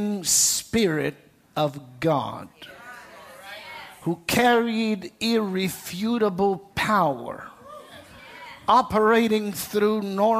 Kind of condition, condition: setting, large echoing room